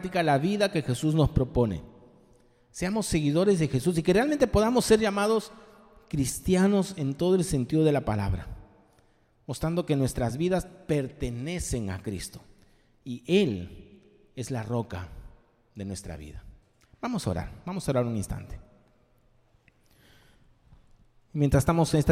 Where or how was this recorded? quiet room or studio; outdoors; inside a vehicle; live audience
live audience